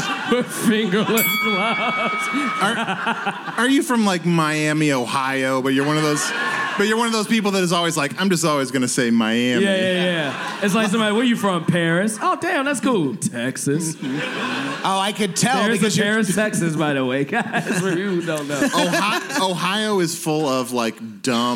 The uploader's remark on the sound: People in chicago for podcast fest for a LIVE POWER HOUR. Recorded at chicago podcast festival.